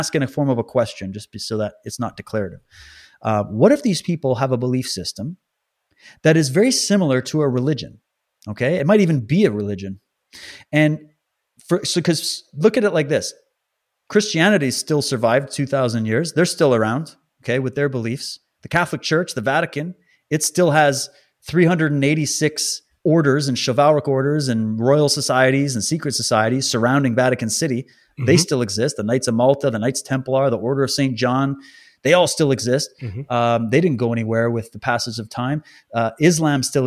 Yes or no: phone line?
no